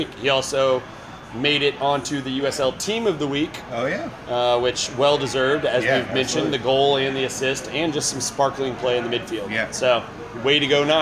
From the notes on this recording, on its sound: record live at Saints during the USMNT vs Jamaica game